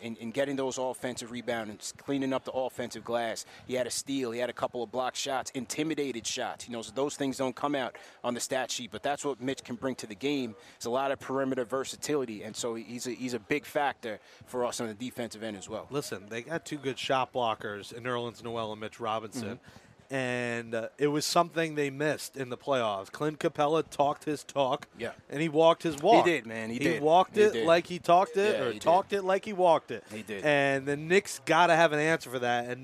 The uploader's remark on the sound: KFTV LIVE from the Dick Barnett Celebrity Golf Classic